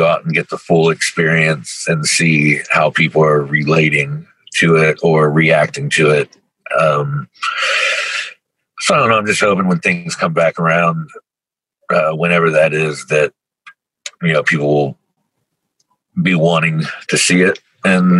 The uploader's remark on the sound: Over video call. Outside a tattoo shop near Cincinnati called Designs by Dana, where his drummer was getting some work done.